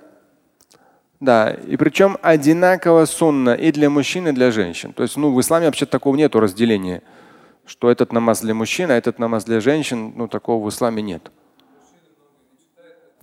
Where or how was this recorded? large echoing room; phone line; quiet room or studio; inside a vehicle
large echoing room